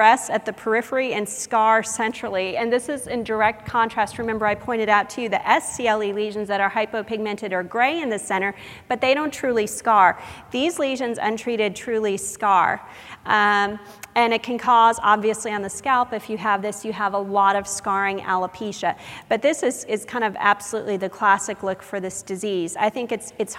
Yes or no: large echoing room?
yes